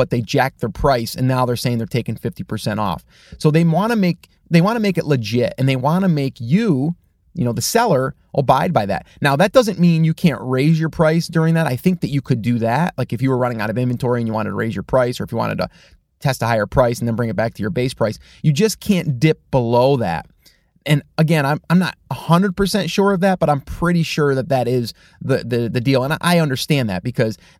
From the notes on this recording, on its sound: In the car today